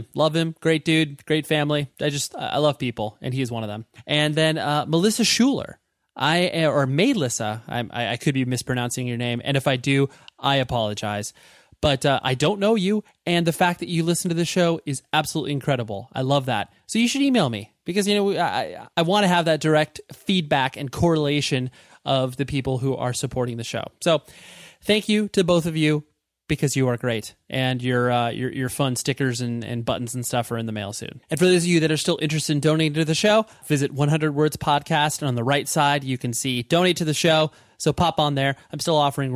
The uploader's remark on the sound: over the phone